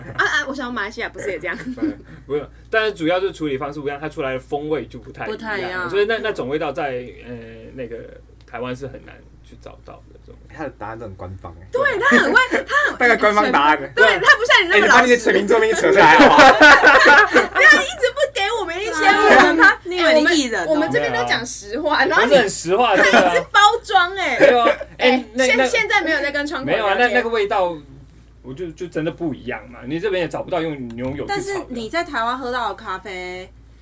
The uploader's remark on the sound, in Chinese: 這集首次來了兩個來賓，現場鬧哄哄。